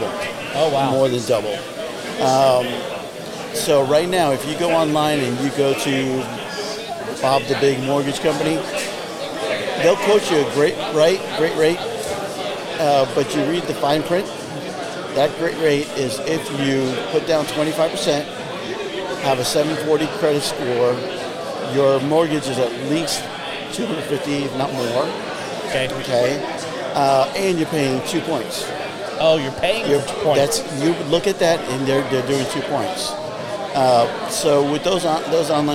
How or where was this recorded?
busy venue